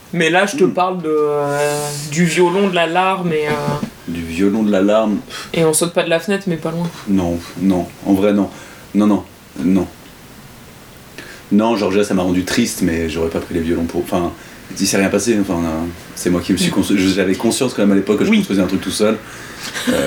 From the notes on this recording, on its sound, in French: les conditions d'enregistrement n'étaient pas optimales pour ce tout premier crash-test